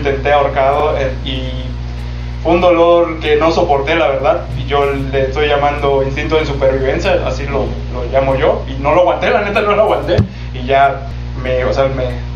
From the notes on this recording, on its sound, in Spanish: Sabemos que el audio es malo, estamos trabajando para solucionar eso lo mas pronto posible y también para dejar de golpear la mesa en cada frase que decimos